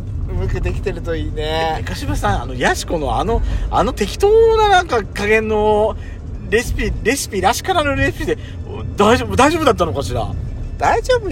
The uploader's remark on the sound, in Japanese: 久々のロードノイズが入ってます。2人組。ドライブ収録 #ロードノイズごめんね。